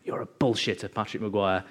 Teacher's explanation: really menacing, low, breathy growl